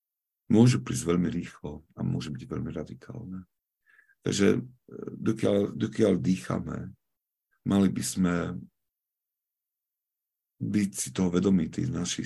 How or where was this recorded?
video call